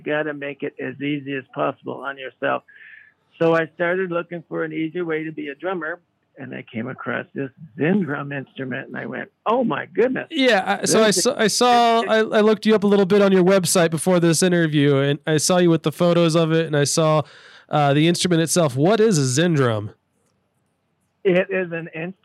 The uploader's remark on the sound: chatted with us on the phone